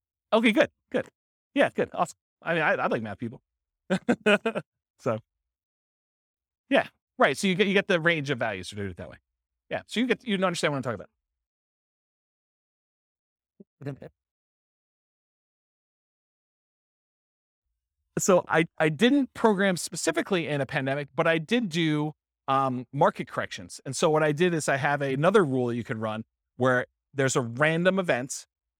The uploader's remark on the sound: This was a live class recorded